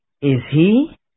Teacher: It happens to have been said with a rising intonation, but it could have been said with a falling intonation.